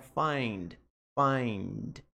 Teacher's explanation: Esse D no final do verbo não é pronunciado forte. Ele é uma pronúncia silenciosa.